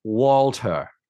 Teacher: that schwa at the end, there's no R's